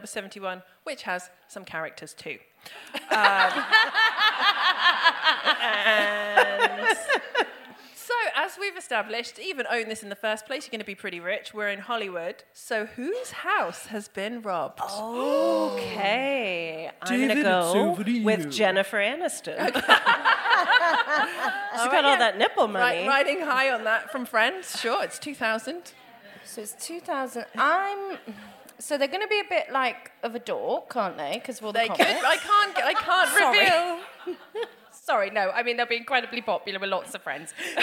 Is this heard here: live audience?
yes